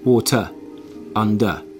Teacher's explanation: But the end of water and under, I don't say R · Term: non-rhotic speaker